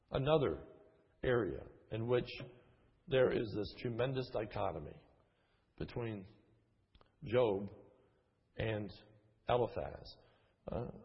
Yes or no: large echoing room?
yes